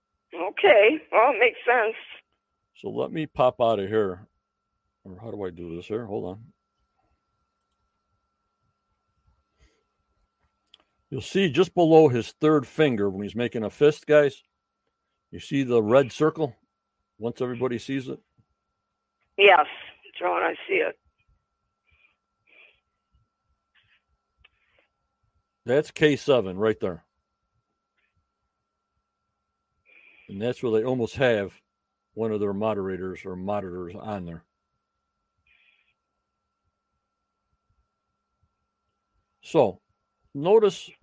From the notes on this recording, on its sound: joins me on the Phone